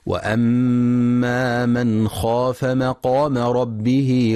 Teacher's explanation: ينتبه القارئ للإظهار الحلقي في من خاف، فلا يقرأ بالإخفاء